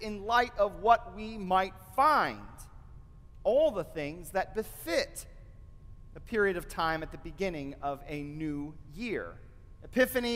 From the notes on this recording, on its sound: delivered at the First Presbyterian Church of Flint